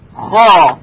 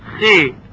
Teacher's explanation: صدای خا یعنی خی که الف بعد از اون باشه درشتر از صدای خی هست، بنابراین تفخیم اون هم بیشتر هست.